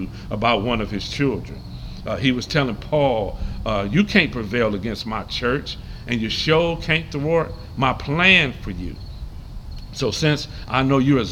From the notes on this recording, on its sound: Live from the Veterans Memorial Park in Saint Clair Shores MI.